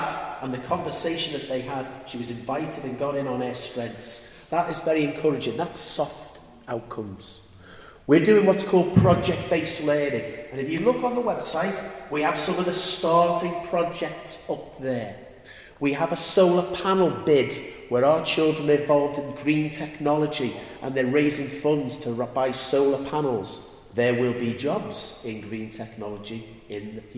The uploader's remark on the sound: Live from the School. Wow just 2 weeks since the 2014 Reunion and here is the podcast that we recorded live in the Chapel. There is none of the usual events and things, the whole thing was done at school.